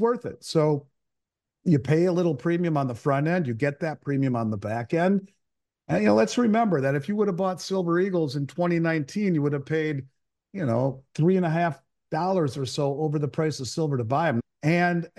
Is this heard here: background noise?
no